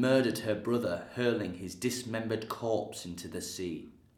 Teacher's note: and of course a dark L all the way through.